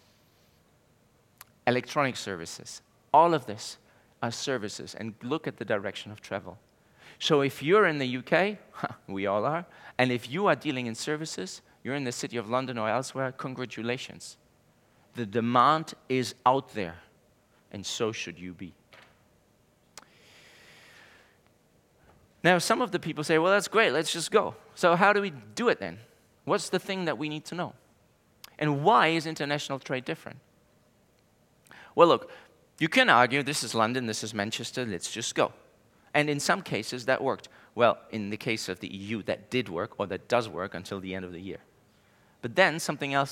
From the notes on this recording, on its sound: Speaking on the first day Elite Business’ live event on March 9